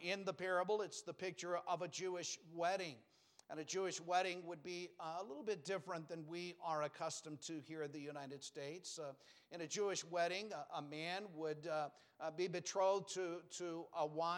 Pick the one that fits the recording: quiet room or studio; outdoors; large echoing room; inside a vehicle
large echoing room